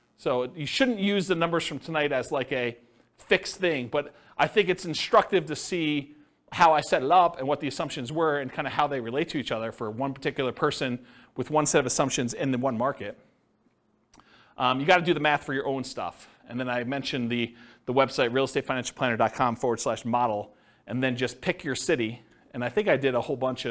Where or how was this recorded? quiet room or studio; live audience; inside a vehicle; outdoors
live audience